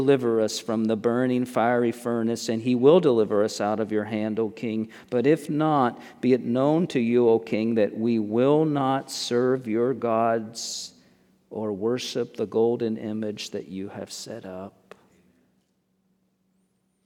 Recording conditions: large echoing room